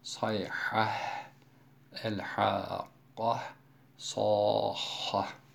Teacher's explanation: Sondaki yuvarlak ta'lar burada imale yaptırtmaz. Çünkü bunlar kalın harflerdir.